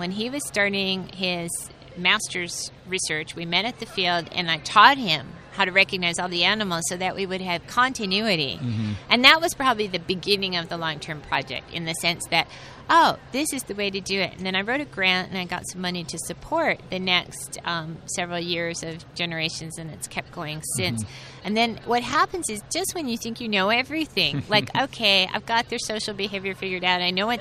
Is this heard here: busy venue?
yes